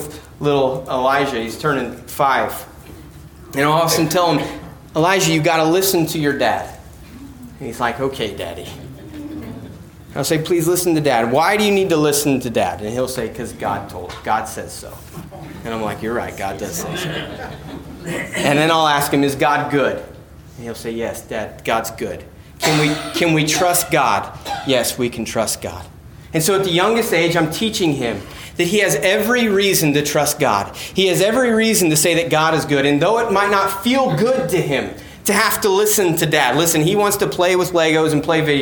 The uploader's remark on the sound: preached on 7/31/17 at Christian Fellowship Church, Peru Indiana